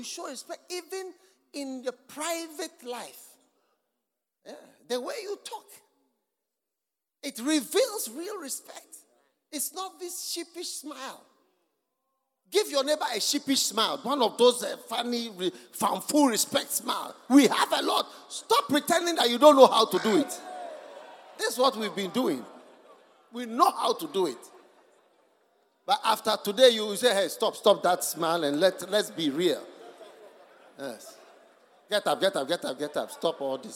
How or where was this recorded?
live audience